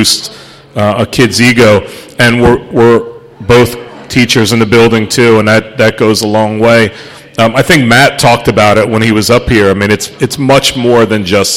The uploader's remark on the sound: We took to the road to Magerks in Fort Washington, for the La Salle Basketball Tip Off Show.